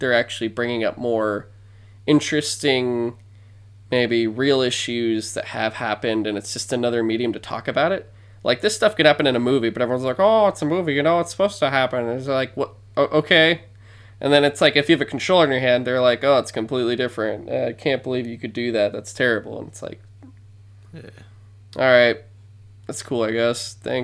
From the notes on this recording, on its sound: pardon the humming and some audio peaks